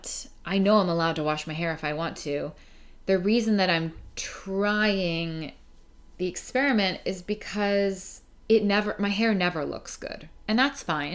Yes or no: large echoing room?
no